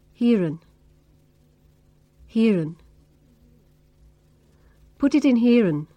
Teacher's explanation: when the word following here begins with a vowel, we say the r sound and link the words together. · Term: linking up